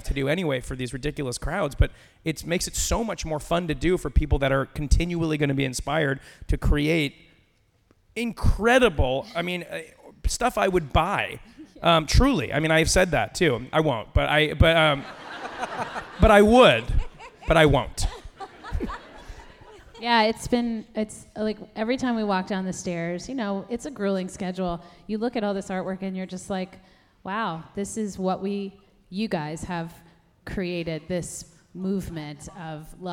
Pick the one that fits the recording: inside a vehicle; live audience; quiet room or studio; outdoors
live audience